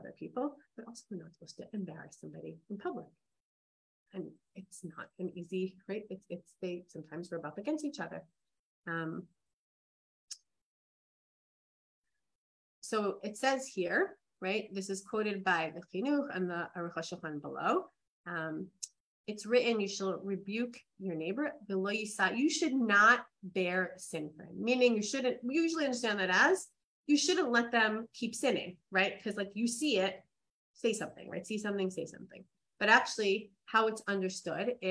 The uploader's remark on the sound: This audio was originally captured from Zoom